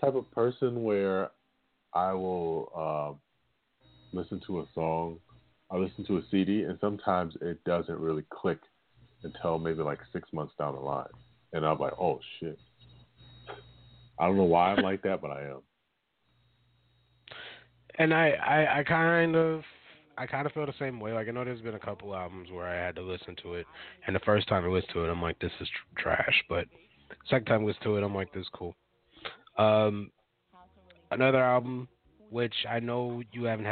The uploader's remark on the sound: Will call in for a live interview. 5 mics.